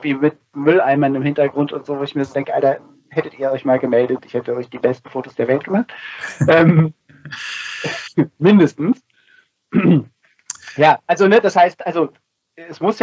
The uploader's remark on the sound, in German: Leider hatte ich erneut Probleme mit dem Audio, ab der nächsten Folge sollte das Problem gelöst sein.